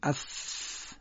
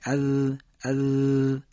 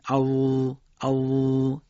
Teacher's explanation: خب سه حرف دیگه داریم، سه نقطه، زه دالزالی و زه تازایی. در اینجا محل ادای این سه حرف تیزی سر زبان به تیزی سر دو دندان جلوی فک بالامون میخوره